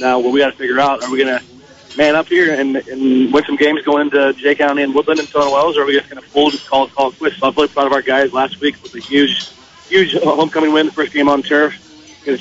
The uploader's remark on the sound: LIVE from the Kendallville Pizza Hut